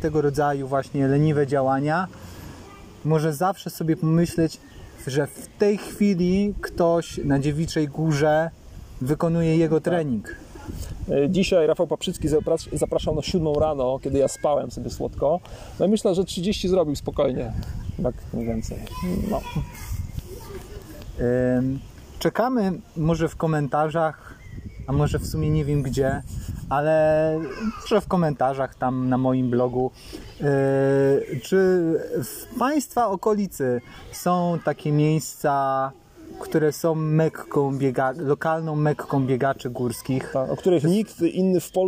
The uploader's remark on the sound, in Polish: Live z Dziewiczej Góry